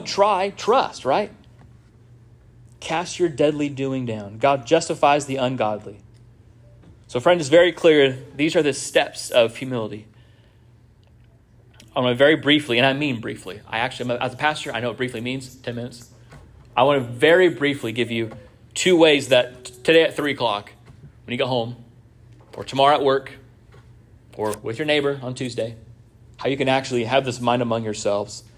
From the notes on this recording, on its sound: This sermon was first preached at Union Baptist Church in Orrick, MO